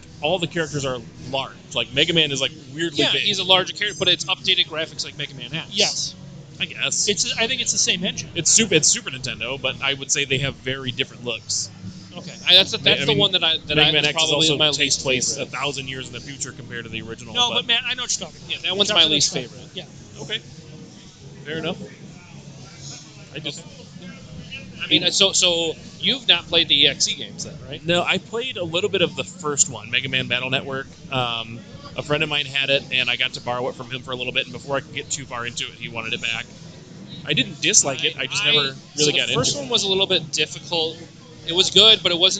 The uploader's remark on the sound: The Legend of Retro was at the Michigan Science Center for After Dark: Vintage Video Games 4. Recorded live at the Michigan Science Center After Dark: Vintage Video Games 4.